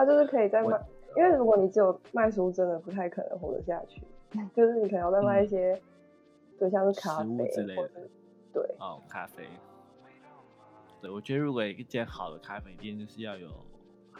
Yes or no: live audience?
no